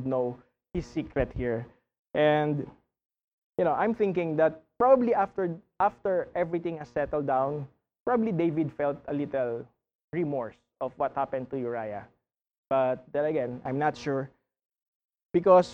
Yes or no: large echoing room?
yes